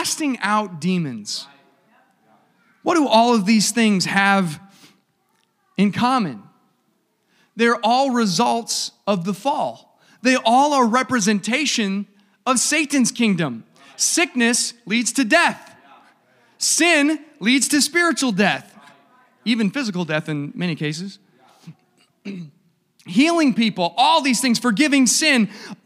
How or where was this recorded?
live audience